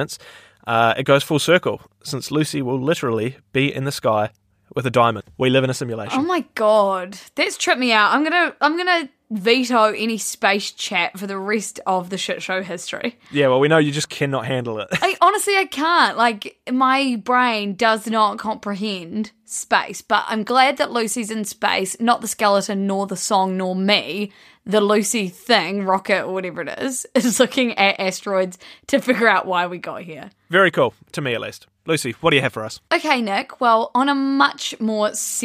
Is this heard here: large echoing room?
no